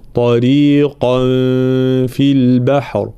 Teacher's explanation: طريقا طا مفخمة، الراء مكسورة مرققة، ثم القاف مفخمة